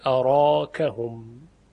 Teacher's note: اما اگر به فتح خوندیم حرف را هم تفخیم میشه.